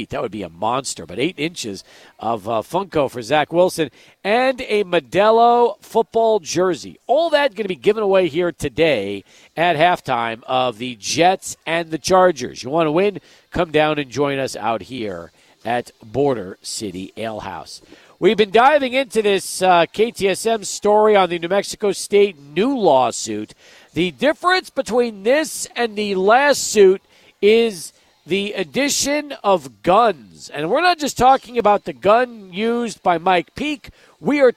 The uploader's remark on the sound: Live at Border City Alehouse